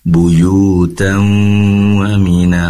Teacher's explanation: Walaupun sebagian Al-Qur'an tertulis, sebagian mushaf tertulis ada tasydid di atas waw, namun bukan berarti ini tasydid yang asli ya, bukan buyutaw wa mina, melainkan buyutaw wa mina, masuk ke waw seraya mendengung · Term: idghamil gunnah